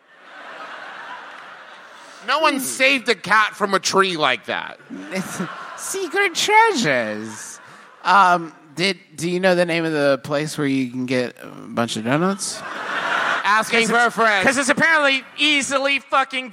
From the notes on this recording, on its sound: Here's our final live show from our Midwest tour from earlier this year, which took place Easter Sunday at the Athenaeum in beautiful Chicago, IL.